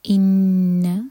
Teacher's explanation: نون پر شدہ ہے، غنہ کریں گے